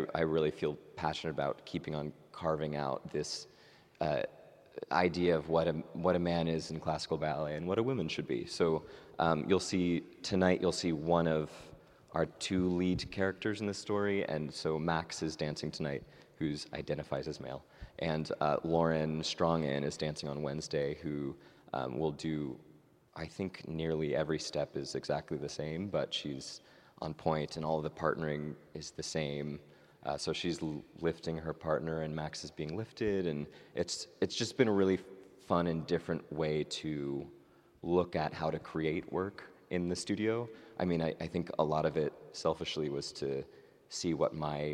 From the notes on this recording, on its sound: LIVE from San Francisco Ballet’s Unbound Festival.